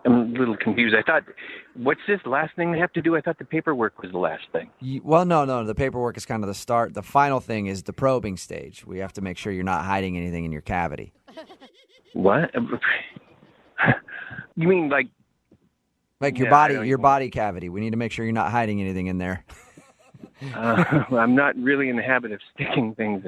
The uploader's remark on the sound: Phone Tap.